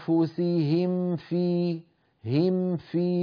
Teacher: فنطبق الشفتين على الميم ثم نجعل بلطف أطراف الثنايا العليا على باطن الشفة السفلى هكذا وأنفسهم في هم في بدون تكلف.